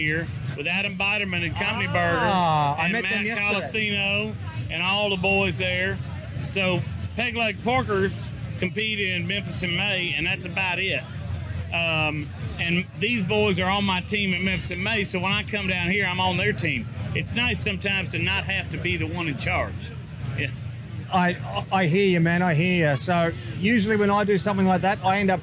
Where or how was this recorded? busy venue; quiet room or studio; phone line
busy venue